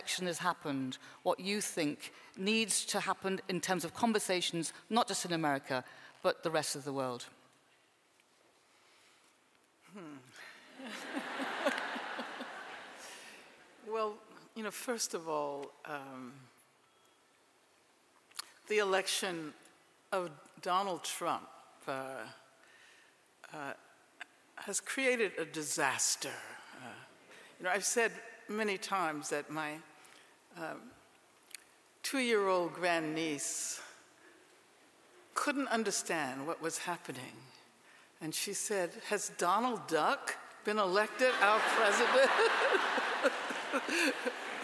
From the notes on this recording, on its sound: This is an interview from WOW - Women Of The World Festival, 2017, at London's Southbank Centre.